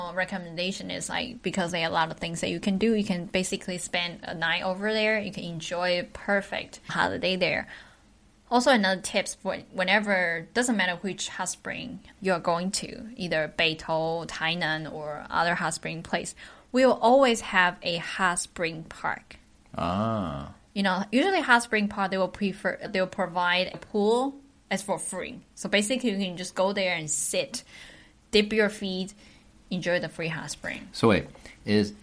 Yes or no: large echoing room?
no